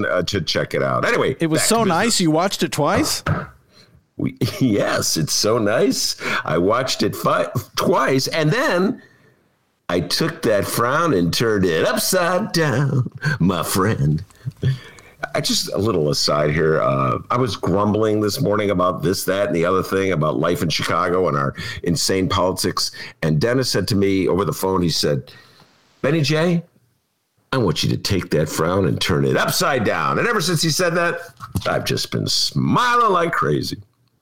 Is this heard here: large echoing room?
no